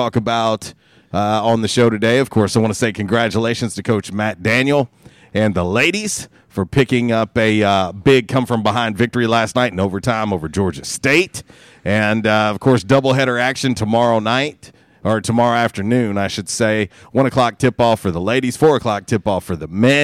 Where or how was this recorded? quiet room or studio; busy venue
busy venue